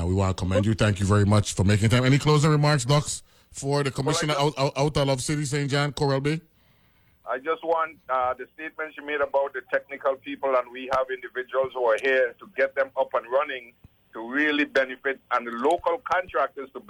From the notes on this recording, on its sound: Then is join on the phone.